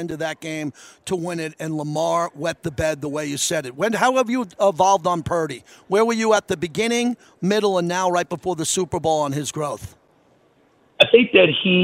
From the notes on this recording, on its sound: LIVE FROM RADIO ROW